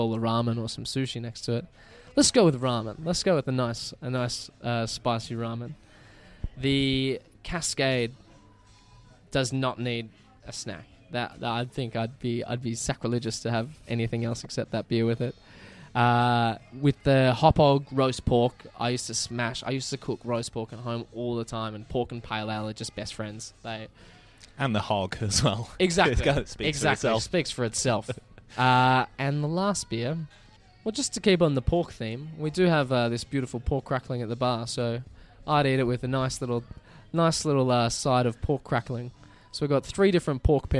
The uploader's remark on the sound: The episode was recorded at Mr West in Footscray.